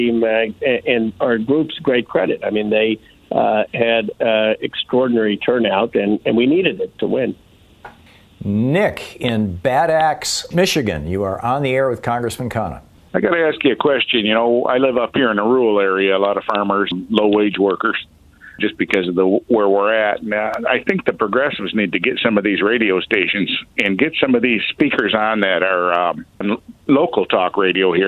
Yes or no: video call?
no